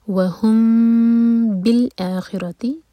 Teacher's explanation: वहुम बिल आखिरती, यह हम करेंगे इख़्फ़ा शफ़ी, मीम को होल्ड करेंगे लेकिन होठ को टाइट बंद नहीं करेंगे, दो सेकेंड्स का टाइम देंगे। वहुम बिल आखिरती, बिल आ कट ऑफ साउंड के साथ और आ दोहर का लंबा, हमज़ा पर फ़तहा साथ में अलिफ, तो ये है मद्दे बदल।